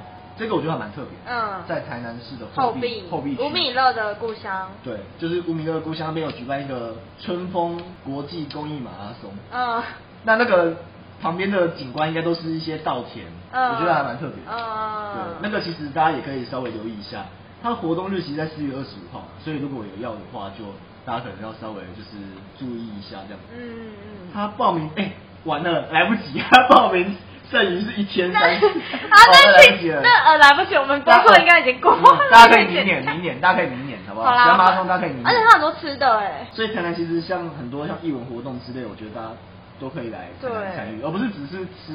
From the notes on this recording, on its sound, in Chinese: 因為錄音地點附近是校園所以會有鐘聲XDD還請大家多多見諒ㅠㅠ。因為是頻道草創時期，所以有雜音或是音質上的問題還請大家見諒。